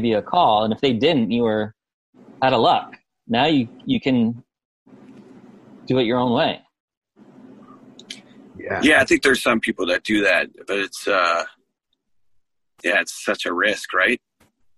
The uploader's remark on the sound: sat down with me on Zoom